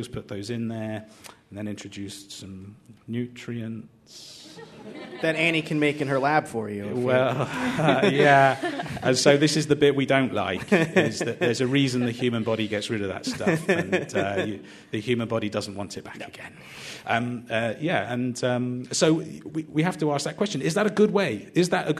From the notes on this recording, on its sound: Listen back to WMFE’s Speak Series “How To Survive on Mars” with a panel of experts. Recorded in front of a live audience. At the studios of WMFE in Orlando, Florida.